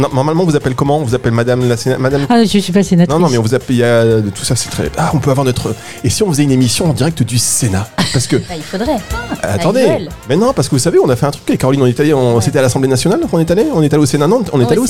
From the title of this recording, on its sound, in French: Emission spéciale en direct de Aroma Zone